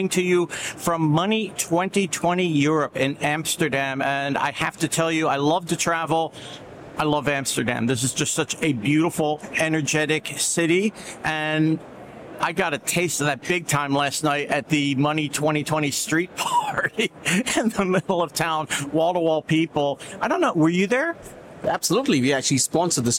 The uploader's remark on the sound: LIVE FROM MONEY 20/20 EUROPE